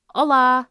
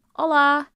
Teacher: the emphasis is on the la instead of the o · Shown in: first take · and it's more like a and not o.